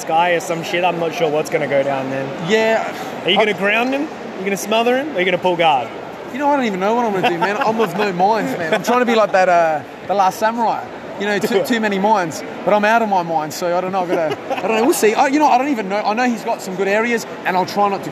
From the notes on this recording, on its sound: live from the event itself!